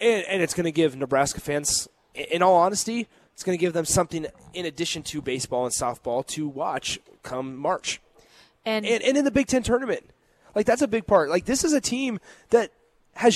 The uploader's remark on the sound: Live from the Upside Bar and Lounge